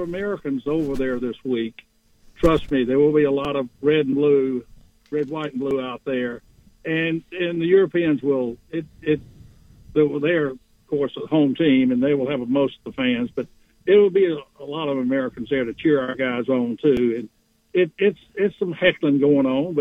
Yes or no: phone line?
yes